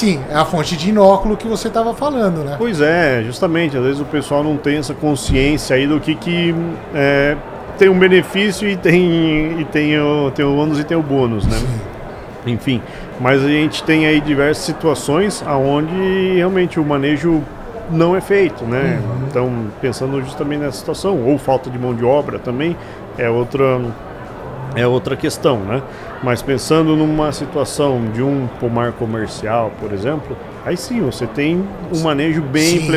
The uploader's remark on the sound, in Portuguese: Estamos ao vivo durante a Hortitec 2023.